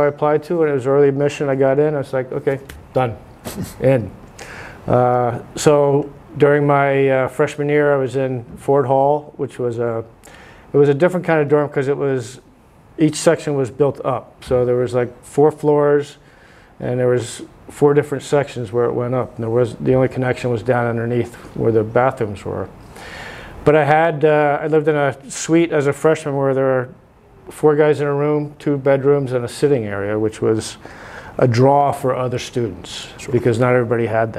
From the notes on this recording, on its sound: recorded at the 181st Convention in Lubbock, Texas